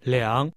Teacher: That's a falling, rising tone.